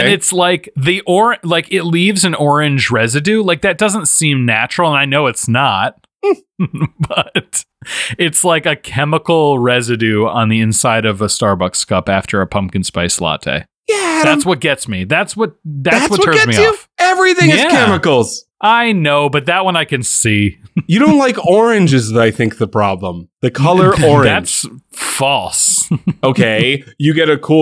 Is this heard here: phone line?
no